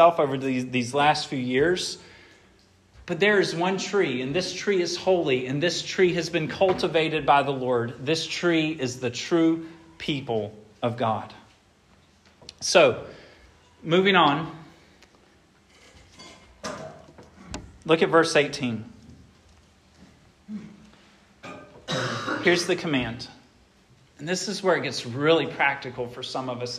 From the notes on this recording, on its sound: This sermon was preached at Hope Fellowship on Oct.